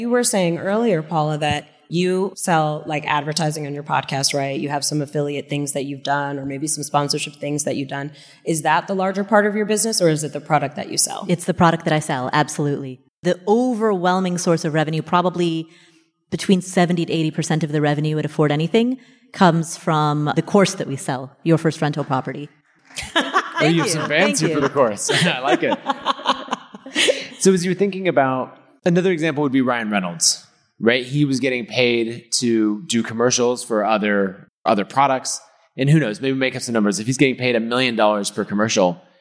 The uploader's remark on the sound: We're live from FinCon